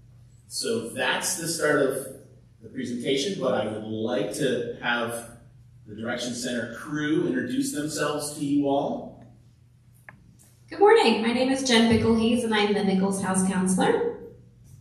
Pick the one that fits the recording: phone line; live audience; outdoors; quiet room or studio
live audience